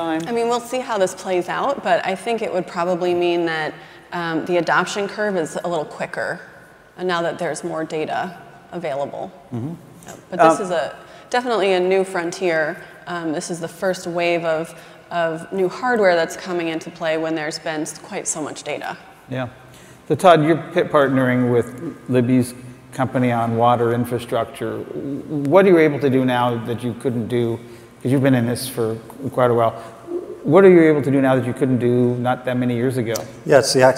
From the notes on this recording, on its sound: The best of live interviews from GreenBiz events.